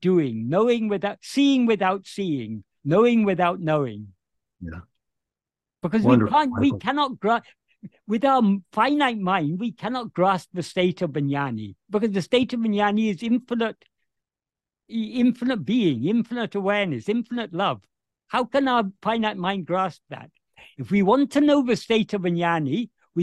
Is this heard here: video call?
yes